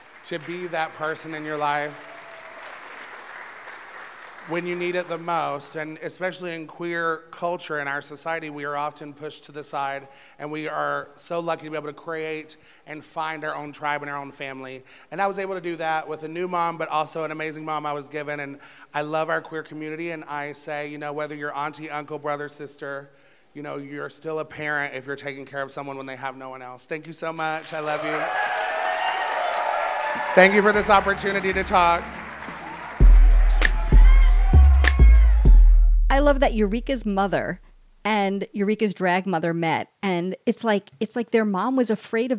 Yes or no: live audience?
yes